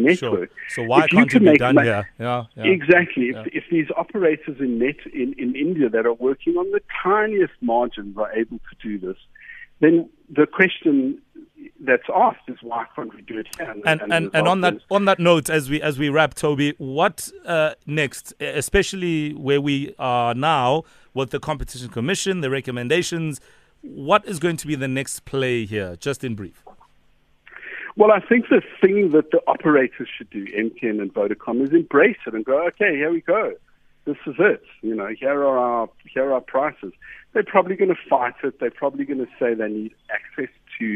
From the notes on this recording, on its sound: INTERVIEWEE VIA PHONE